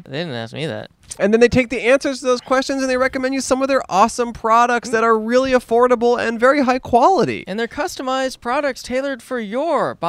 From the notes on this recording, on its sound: We set up outside of a Portland strip club on a wild late Sunday night. Recorded in front of Dante's. In Portland, Oregon.